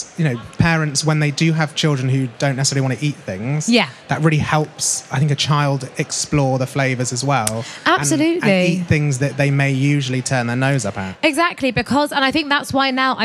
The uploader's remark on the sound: This episode is recorded at the BBC Good Food show in Birmingham.